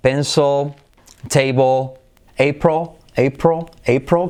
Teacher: Al final de palabra, pencil, table, April, casi ni toca la punta de la lengua.